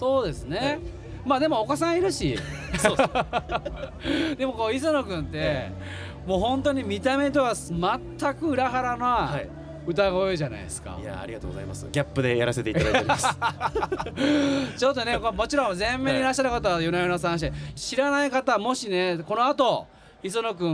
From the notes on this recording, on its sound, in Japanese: 横浜赤レンガ倉庫で行われた。GREENROOM FESTIVAL’23での公開収録の模様をお届け！